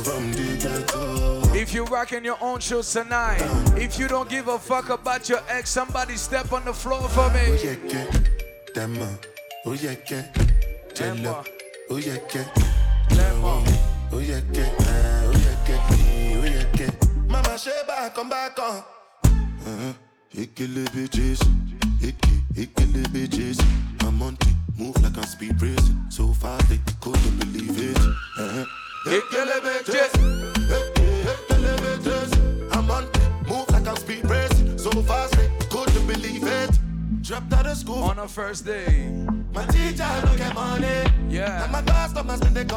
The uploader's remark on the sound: LIVE AT AFROPIANO FULL SET (Every Thursday in atlanta).